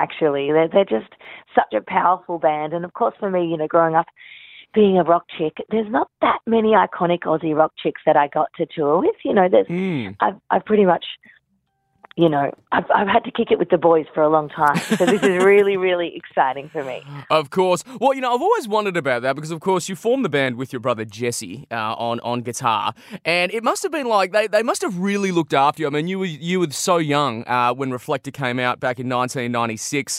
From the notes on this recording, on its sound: jumped on the phone